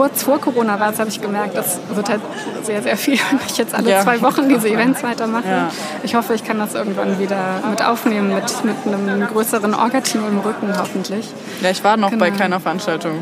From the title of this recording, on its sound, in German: Gespräch vom »Markt für nützliches Wissen & Nicht-Wissen«